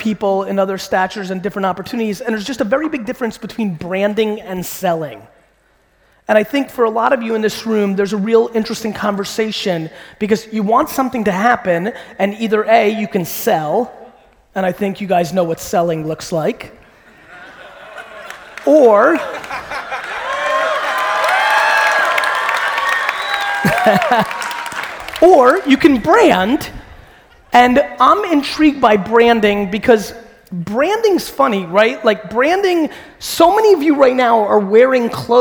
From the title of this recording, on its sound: A Keynote: Business Squared Sydney, AUS